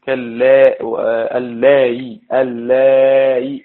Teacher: كالياء يعني شبه الياء مكسورة يعني تسهيل بين بين